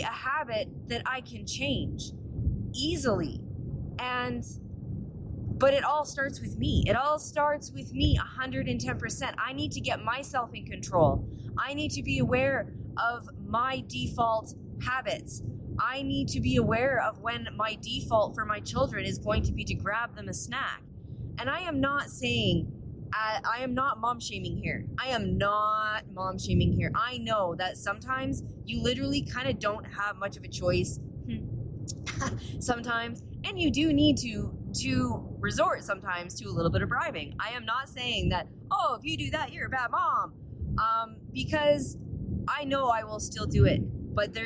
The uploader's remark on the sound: I apologize the audio isn't great.